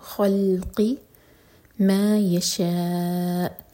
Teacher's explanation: شاء مد متصل، اور این میں حمزہ کا کٹ آف ساؤنڈ کلیئر ہے